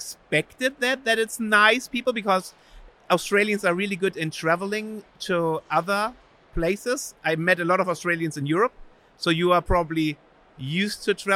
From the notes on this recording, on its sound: filming live on location at Brickvention 2023